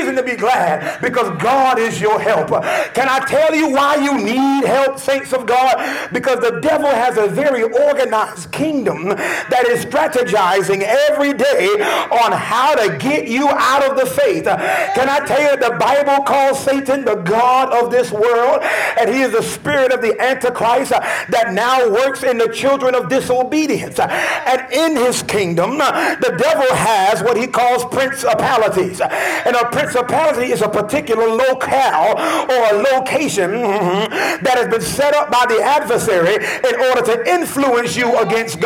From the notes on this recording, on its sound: This podcast has been recorded at Lively Stone Temple Columbia which is located at 51 Berkshire Dr. Columbia, SC 29223.